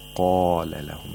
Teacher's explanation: The mouth opens vertically because قَاف is a letter of إِسْتِعْلَى which necessitates تَفْخِيم